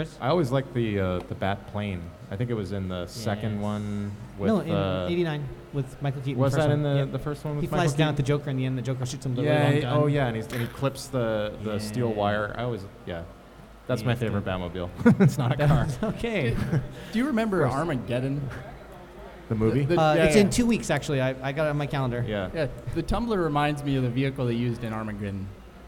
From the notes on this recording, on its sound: DTR Live at Absolution Brewery. A few other guests and listeners.